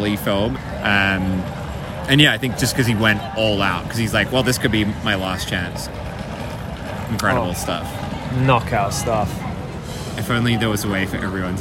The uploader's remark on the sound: So, at this point we're like ten beers in and recording the middle of a vomit-strewn Shinjuku street.